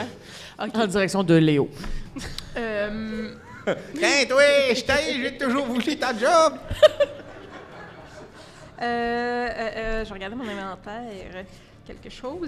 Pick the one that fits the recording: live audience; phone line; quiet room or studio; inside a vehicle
live audience